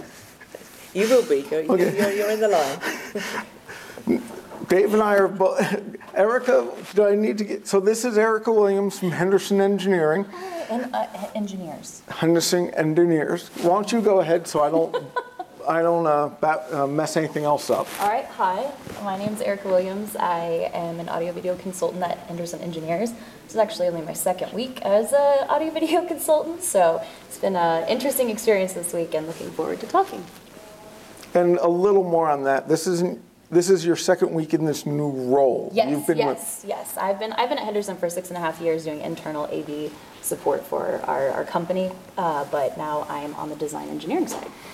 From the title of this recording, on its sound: Live From InfoComm 2022